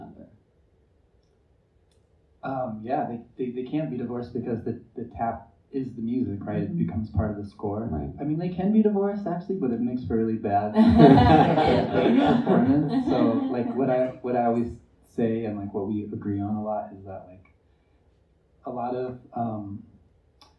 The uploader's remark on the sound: LIVE from the Vail Dance Festival. In a live recording of the ‘ Conversations On Dance ’ podcast. This episode was recorded live on July 31st, 2023 at the Manor Vail Lodge.